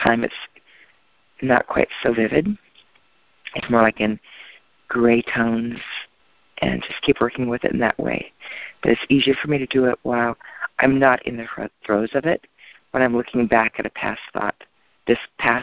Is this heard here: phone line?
yes